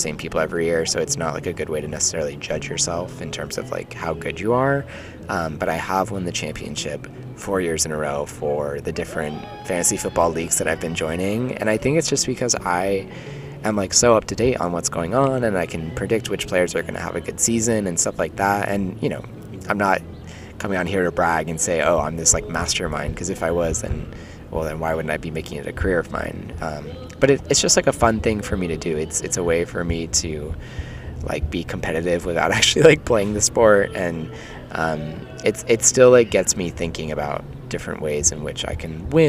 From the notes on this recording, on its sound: we're live from Prospect Park baby !